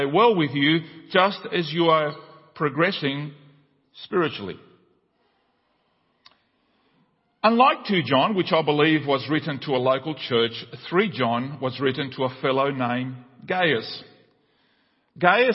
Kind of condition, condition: setting, large echoing room